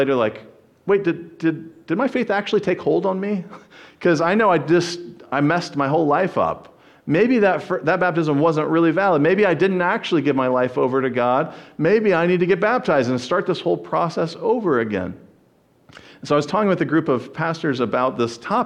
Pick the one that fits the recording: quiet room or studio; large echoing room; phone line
large echoing room